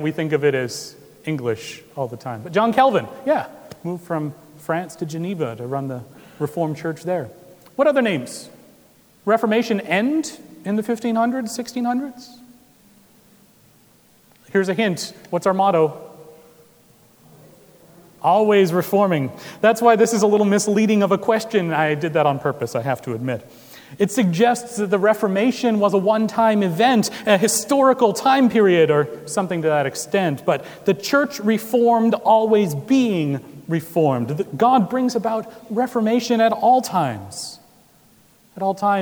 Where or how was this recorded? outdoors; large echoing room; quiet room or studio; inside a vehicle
large echoing room